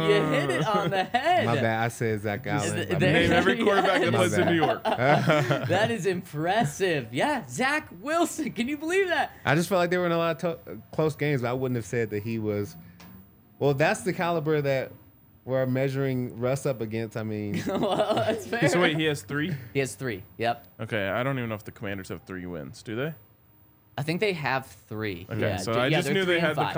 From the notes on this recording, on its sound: Coming to you LIVE from the DNVR Bar.